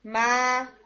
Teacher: यानी मा यू अलिफ में नाक में आवाज ना हो